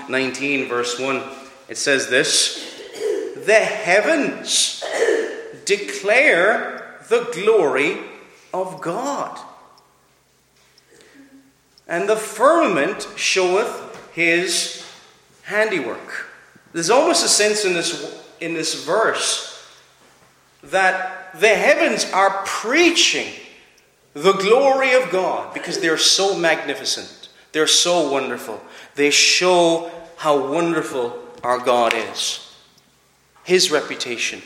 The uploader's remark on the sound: Preached at Clare Reformed Presbyterian Church